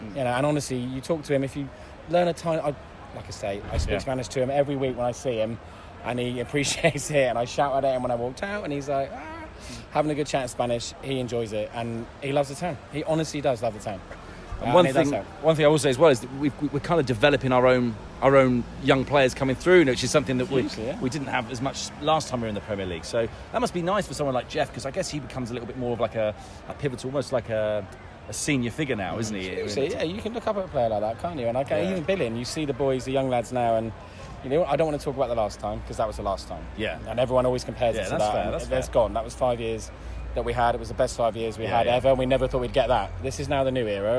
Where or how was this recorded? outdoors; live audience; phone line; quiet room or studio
outdoors